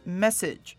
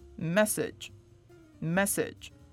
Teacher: 那个 a 也可能弱化成 schwa 就会念成 message message